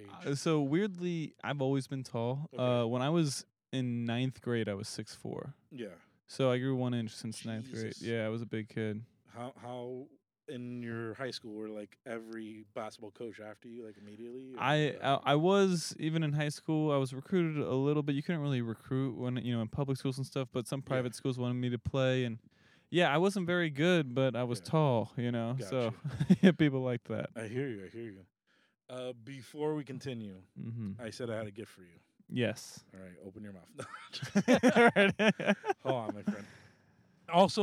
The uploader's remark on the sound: We are in the car. Recorded at Thank You Miami.